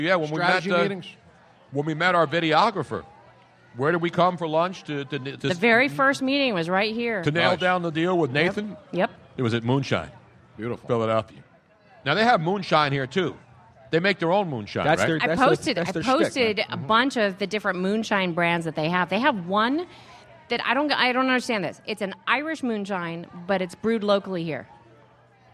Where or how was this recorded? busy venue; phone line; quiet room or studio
busy venue